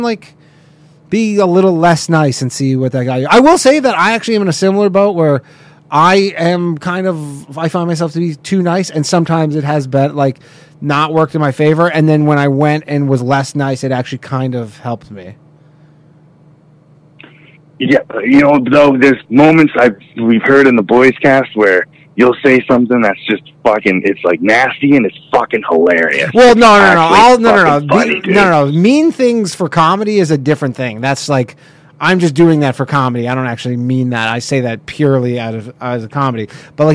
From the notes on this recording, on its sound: call in show